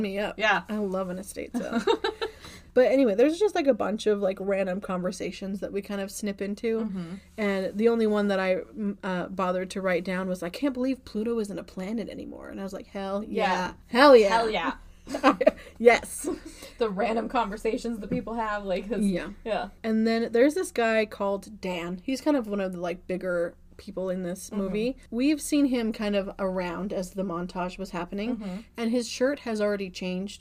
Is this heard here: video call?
no